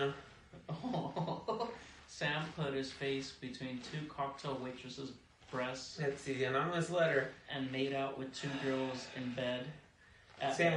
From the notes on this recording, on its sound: Sorry for the shitty audio the mixer wasn’t on LOL. Yeah the audio sucks sorry.